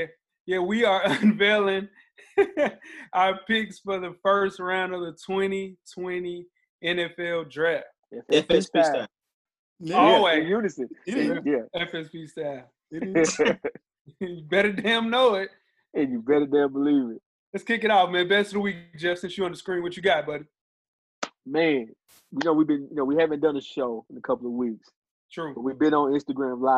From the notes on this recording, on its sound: our first virtual episode of the quarantine